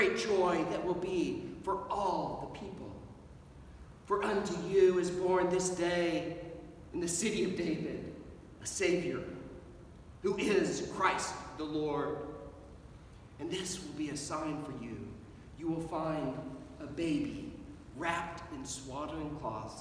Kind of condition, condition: setting, large echoing room